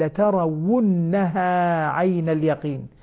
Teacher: الواو لما تكون مضمومة كأني أنطق واوين متواليتين، فلذلك لابد من الحذق والضبط. · Term: ضمة الواو